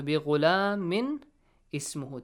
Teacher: the tanwin kasra will be pronounced as nun with kasra